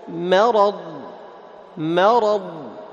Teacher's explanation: في قلوبهم مرض، شوف مرض، مرض، فتجعل الميم مستفلة والراء والضاد مفخمة